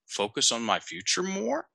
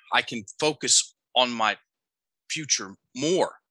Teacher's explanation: Went up at the end. It's called uptalk. · Shown in: first take